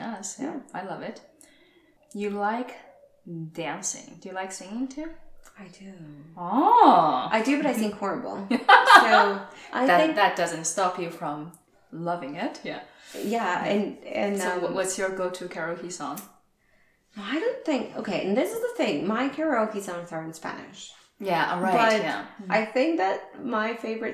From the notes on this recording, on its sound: Complementary background noise